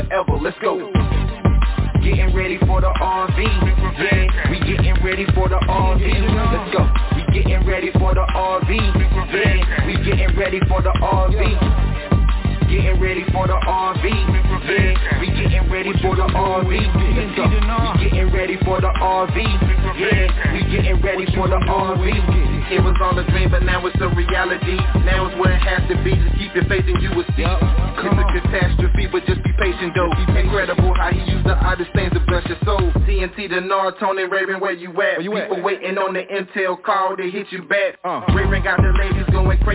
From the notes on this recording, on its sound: TNTSuperfantastic Conference Call